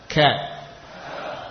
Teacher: di antara sifat huruf kaf yakni ada nafas yang ikut mengalir